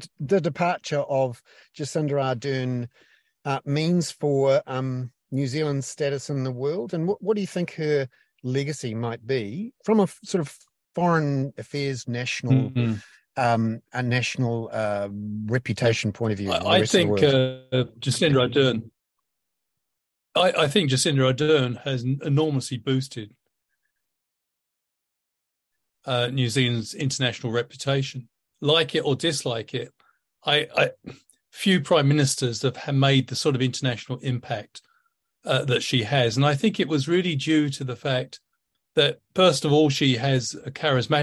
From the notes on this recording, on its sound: The podcast above for all subscribers is a recording of the weekly live ‘hoon’ webinar for paying subscribers. The recorded version reproduced here is shorter than the original live version because we had some technical problems and I’ve cut out the boring bits.